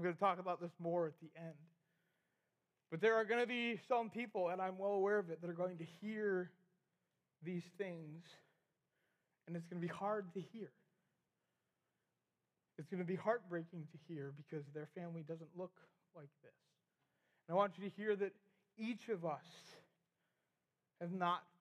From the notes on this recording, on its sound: we had the middle school rally recorded!